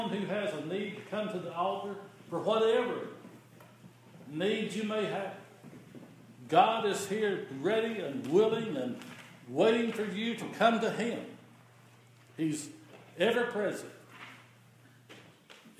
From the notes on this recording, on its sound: The following is an audio recording of the Sunday service at Persia United Methodist Church in Rogersville, TN.